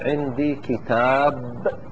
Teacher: الحالة الرابعة تضعيف، والمراد بالتضعيف أنك الحرف الأخير تضعفه تشدده، مثلا الآن نقول عندي كتاب، مثلا تقف عليه بالسكون لكن الباء تضعفها، تقول عندي كتاب مثلا، هذا غلام تضعفها.